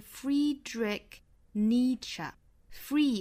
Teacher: Free 和 Ni 这两个音节的元音呢都是长音紧音的要发 E Free Ni 后面呢是一个松元音发 A 然后包括最后的这个 CH 字母组合在这里应该是发成一个 K 的发音所以 Friedrich Friedrich 后面这个呢应该是 Nietzsche Nietzsche